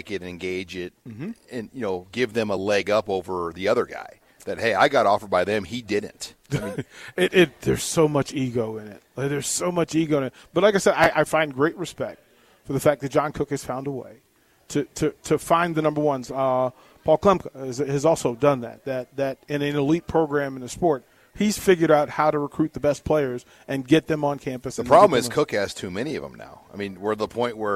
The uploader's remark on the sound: Live from Tanner's